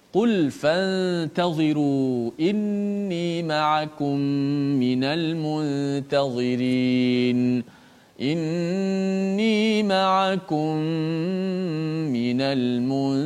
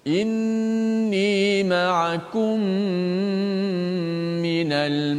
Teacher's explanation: huruf mim yang berbaris di bawah situ maka berlakulah hukum idgham maka mim tu dimasukkan dalam mim berlakulah hukum idgham · Term: idgham mutamatsilain